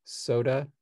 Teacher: the most English speakers, I think, have the non-apical S, so soda, as opposed to soda.